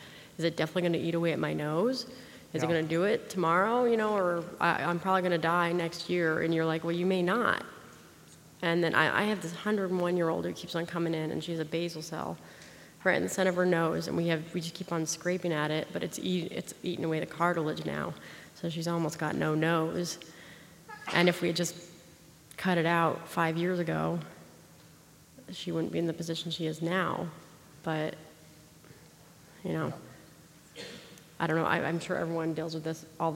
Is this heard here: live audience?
yes